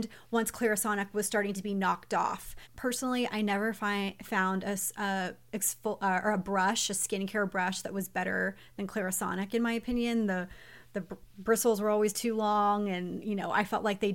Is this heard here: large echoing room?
no